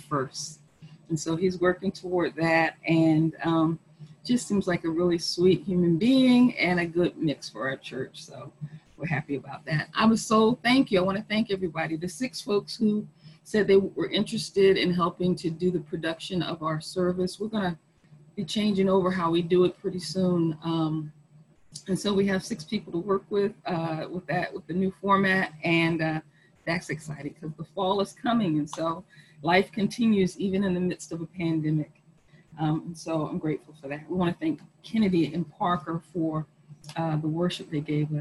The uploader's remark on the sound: Our zoom streamed service